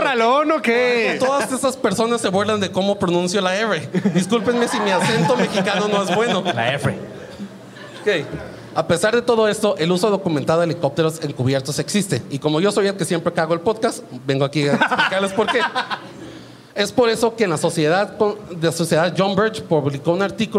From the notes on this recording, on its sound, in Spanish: (En Vivo). Por primera vez en vivo desde el Foro 139 en la CDMX.